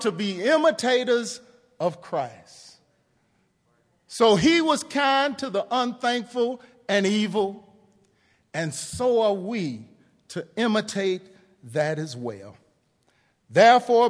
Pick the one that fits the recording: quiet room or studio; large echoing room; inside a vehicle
large echoing room